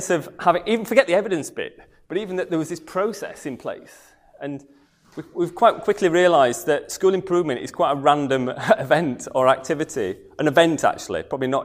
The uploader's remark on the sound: comes from the evening talk on Thursday 3rd August